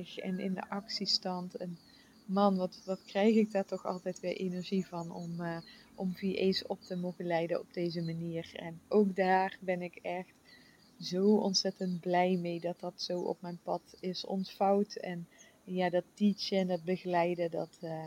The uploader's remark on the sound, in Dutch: Na 3 maanden zijn we weer terug in ons eigen huis op Bali! Vogelgeluiden én weer vanuit de hangmat!